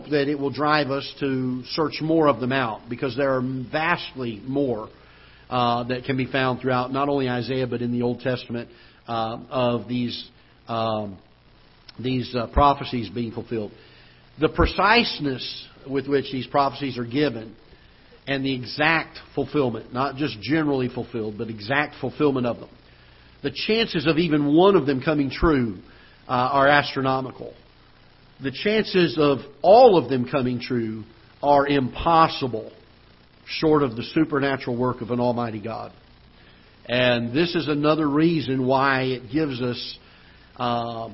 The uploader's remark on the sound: Ketha Heights Baptist Church ~ Live Broadcast